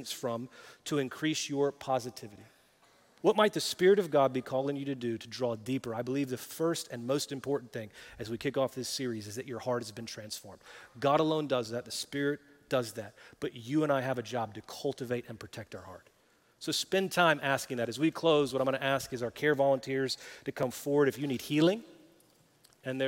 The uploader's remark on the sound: Recorded live at Brookwood Church.